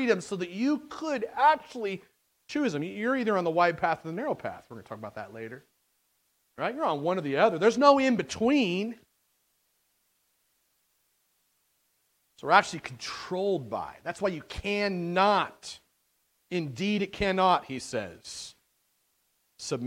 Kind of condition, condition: setting, large echoing room